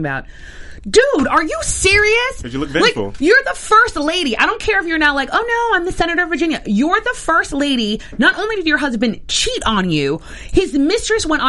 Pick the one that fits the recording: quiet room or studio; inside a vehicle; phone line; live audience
quiet room or studio